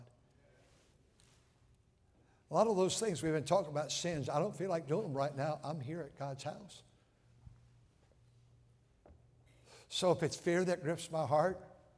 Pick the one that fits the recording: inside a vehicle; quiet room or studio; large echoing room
large echoing room